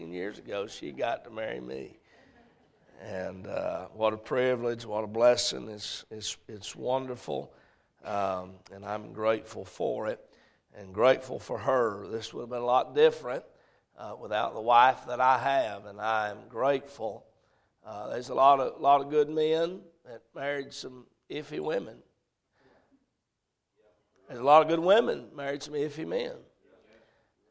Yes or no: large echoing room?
yes